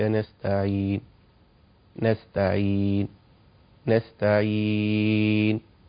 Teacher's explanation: فبعد ما ننطق السكون نضم الشفتين إشارة إلى الحركة · Term: الإشمام